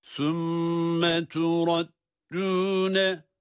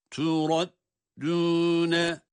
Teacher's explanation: Kendisinden önce ra harfi var, kalın okunuyor olması dal harfine aslı sirayet etmez. تُرَدُّونَ bakınız dal ince.